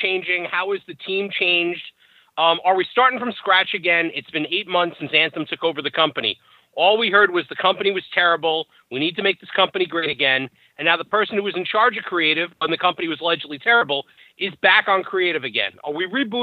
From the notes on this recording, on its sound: The full audio from the September 12, 2017 GFW Media Call.